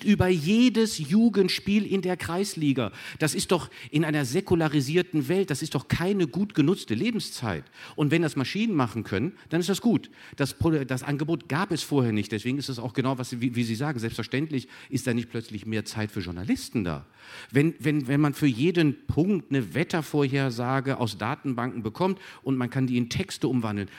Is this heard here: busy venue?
yes